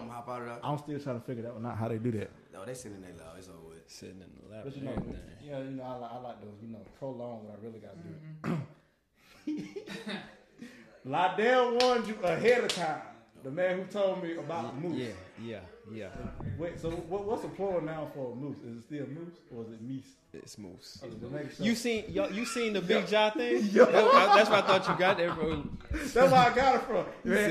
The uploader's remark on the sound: This EP featured 2 guest stars. Audio people i do apologize in advance you know we get live and loud.